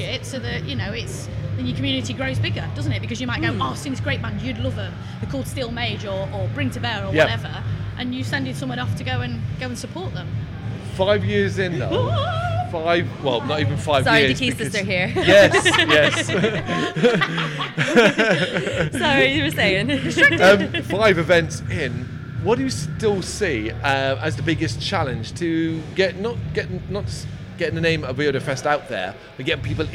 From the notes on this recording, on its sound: Live From AoniaFest V. Live at the festival.